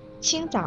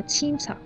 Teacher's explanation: 呲都是舌尖抵住牙齿发音，区别是啊，滋是不送气的，呲是送气的 · Term: 送气与不送气